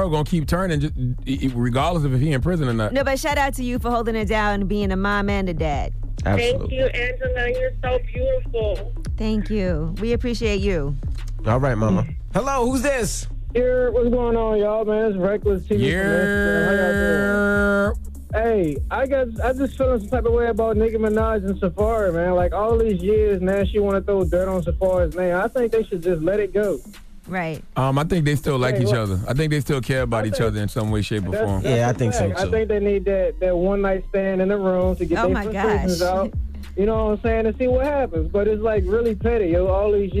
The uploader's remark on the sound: we opened up the phone lines to for listeners